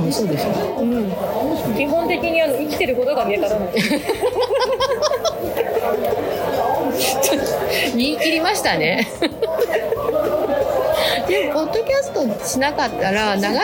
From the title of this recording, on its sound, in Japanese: 下北沢ポットキャスターによるマーケットイベントpodcast weekendにて収録